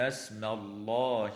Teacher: وتفخم اللام في اسم الله لوقوعها بعد فتحة